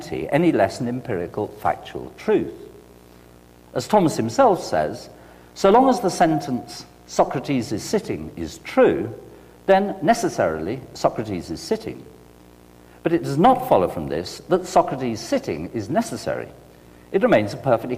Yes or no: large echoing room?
yes